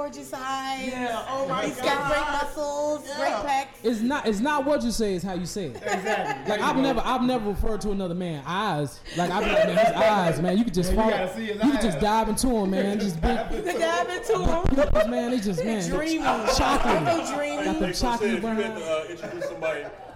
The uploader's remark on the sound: We were backstage after one of his shows. Audio was distorted because we were backstage in his dressing room with a lot of alcohol and guests sorry.